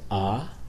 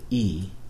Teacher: The back of your tongue is down during the ah, and it raises up towards the roof of your mouth for the e